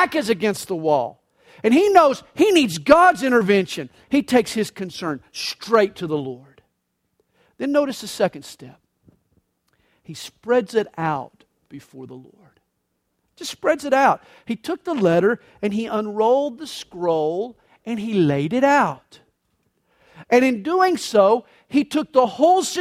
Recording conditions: large echoing room